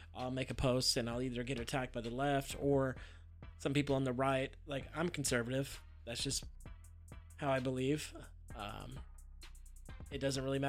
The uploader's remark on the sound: Audio may be a little peaky but it was only 8 minutes so I didn't want to have to edit too hard.